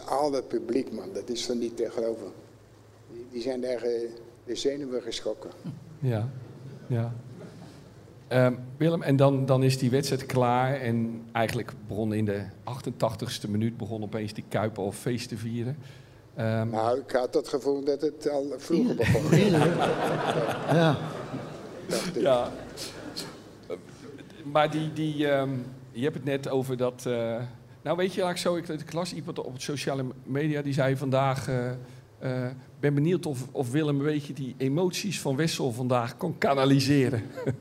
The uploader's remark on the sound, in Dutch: Ruim tweehonderd mensen sloten de huldigingsdag van Feyenoord maandagavond af in poppodium Annabel in Rotterdam